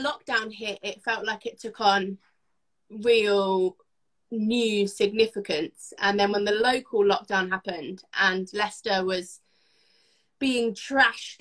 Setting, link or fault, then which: link, video call